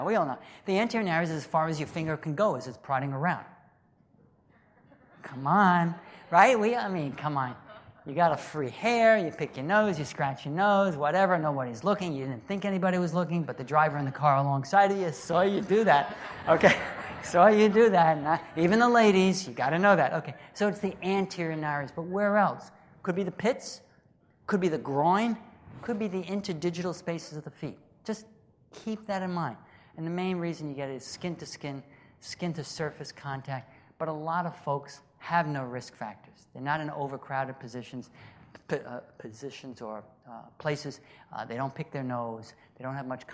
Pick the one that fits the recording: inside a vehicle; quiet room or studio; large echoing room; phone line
large echoing room